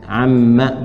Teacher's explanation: Nanti ketika disatukan bisa jadi amma karena ini didengungkan ke sini nyambung diidghamkan. Ya, jadi nunnya kemudian hilang mengikuti bacaan an dengan ma.